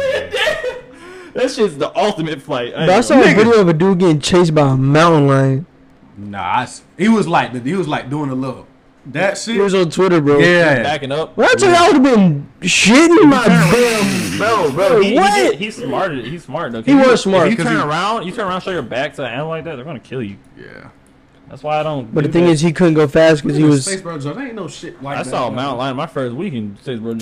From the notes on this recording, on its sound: This was an experimental and learning phase for us so the audio quality is nowhere the best it could be.